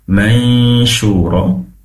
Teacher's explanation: pastikan hukum bacaan adalah ikhfa hakiki, mendengung di dua sisi atau dua tempat, pertama di hidung, yang kedua di makhraj tempat keluarnya huruf syin, yaitu di lisan bagian tengah.